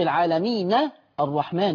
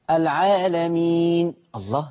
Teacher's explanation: لو وصلت العالمين الرحمن دي نون مفتوحة في الوصل، لكن لما بتقف العالمين، الله، دي نون ساكنة